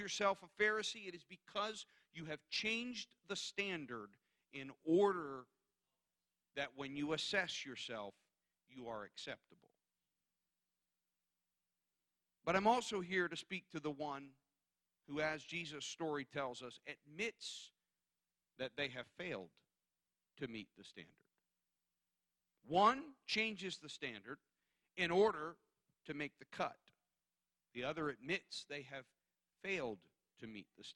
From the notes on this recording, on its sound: Guest preaching at Calvary Tabernacle in Wrightstown, NJ.